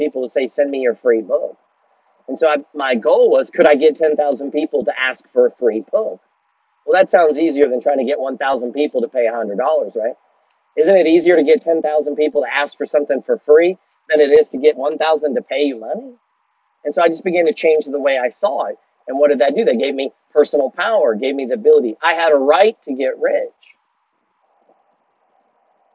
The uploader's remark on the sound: Audio issues on this message, both worth the effort nonetheless.